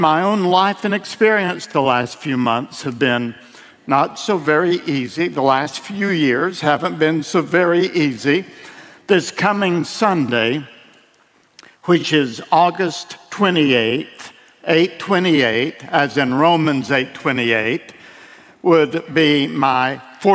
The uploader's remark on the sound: delivered at World Outreach Church in Murfreesboro, TN